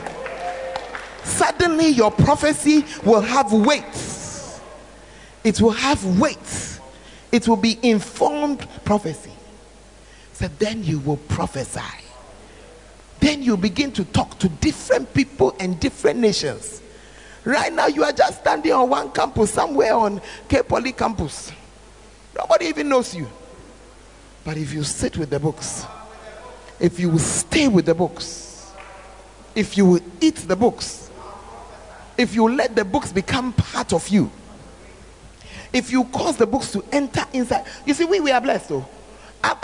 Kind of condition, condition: setting, live audience